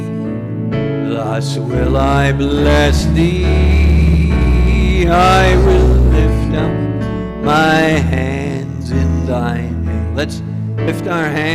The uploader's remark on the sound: Calvary Assembly of God live Stream